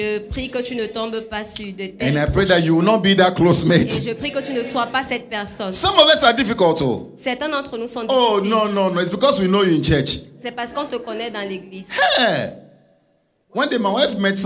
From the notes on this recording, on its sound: Preached during Joyful Hour Sunday Service